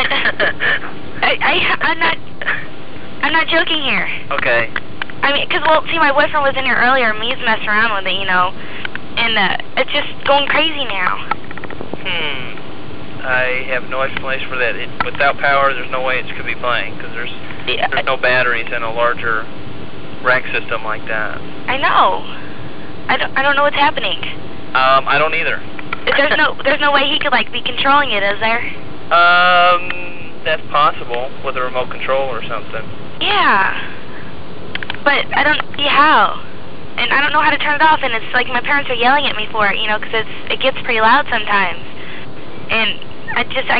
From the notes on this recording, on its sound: Prank Phone Calls